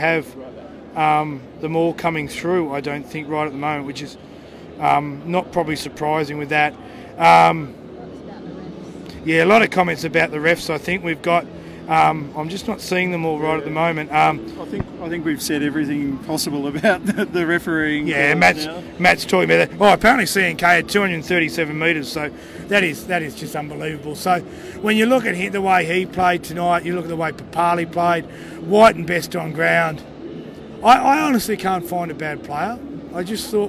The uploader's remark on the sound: The Greenhouse Live was on location at Sydney Olympic Park after the 2019 Grand Final.